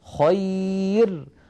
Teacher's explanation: هذه الراء مرققة لأن قبلها ياء ساكنة